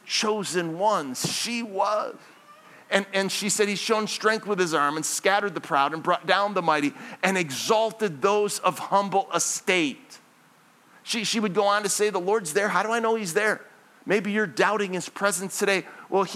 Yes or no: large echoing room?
yes